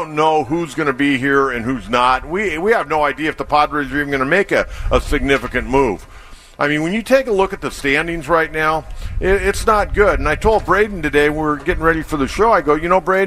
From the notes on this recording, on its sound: Live from Del Mar Opening Day.